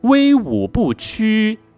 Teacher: 注意这个词在末尾第一声屈，五五调值不能掉下来了